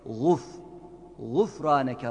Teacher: gayın harfi var, dikkat ederseniz yumuşak G, Türkçedekine benzer yalın, yalnız kalın sesli